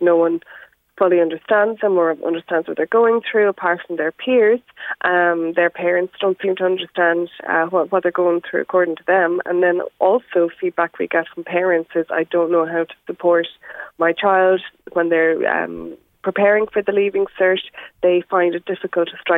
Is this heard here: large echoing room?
no